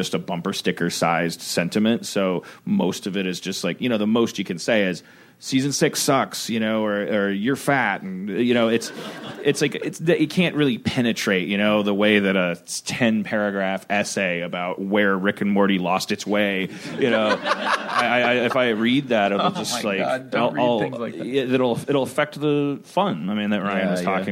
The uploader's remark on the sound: Recorded at ATX Television Fest in June 2015.